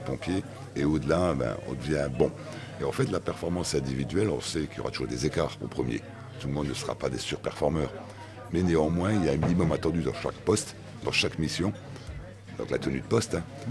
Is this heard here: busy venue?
yes